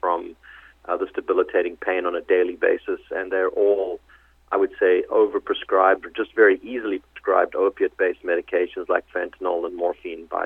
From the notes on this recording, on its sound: called in to SmallCapVoice